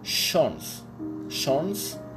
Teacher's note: اس تی ها با هم دیگه که میان صدای ش میده، مثل تیش به معنی میز. تی ها صدای ش میده، ولی شه خفیف، تقریبا هم میشه گفت از اون شه از گلو میادش